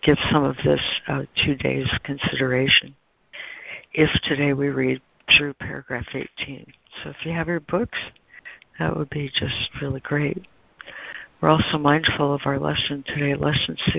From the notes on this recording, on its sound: ACIM Daily Conference Call.